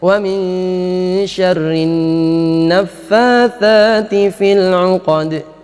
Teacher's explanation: Kemudian juga menambah panjang dengung. Harusnya dengungnya cuma 2 harokat, ya panjang jadi banyak.